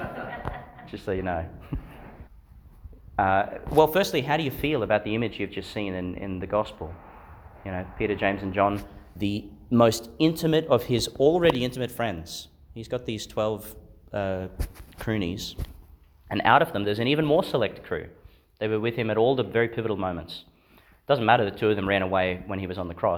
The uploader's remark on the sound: delivered in Sacred Heart Church, Theodore, Qld.